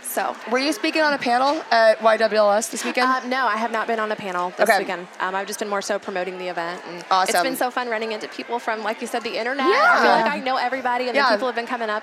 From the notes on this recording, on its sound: live from YWLS